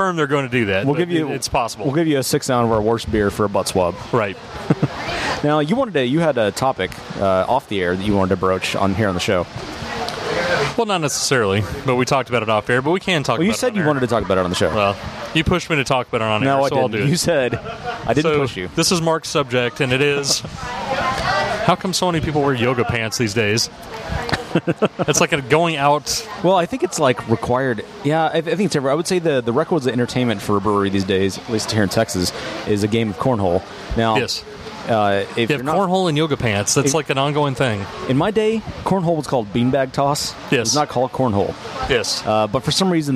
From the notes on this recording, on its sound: Dallas Brew Bus: Division Brewing, Collective Brewing Project & Community Beer Co. We're back on the Dallas Brew Bus. We visit Division Brewing in Arlington, Collective Brewing Project in Ft. Worth and Community Beer Company in Dallas.